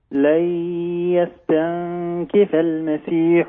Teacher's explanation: لابد أن تقول لن بياء معها غنة لأنه إدغام بغنة